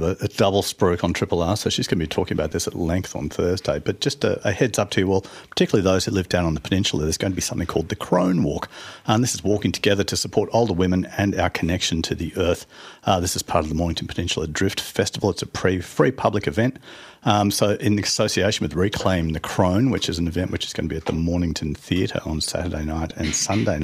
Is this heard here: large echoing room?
no